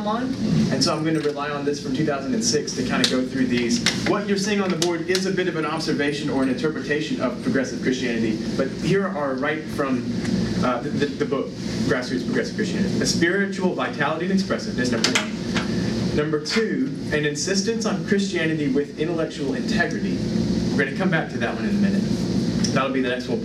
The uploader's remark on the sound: Today’s audio comes from the National Disciple Making Forum by Discipleship.org.